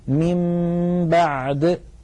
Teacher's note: بدل أن ننطقها نون ننطقها ميم مع تطويل الغنة · Term: القلب